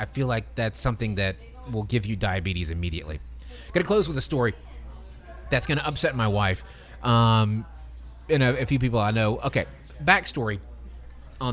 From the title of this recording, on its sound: LIVE FROM MAIN STREET PIZZA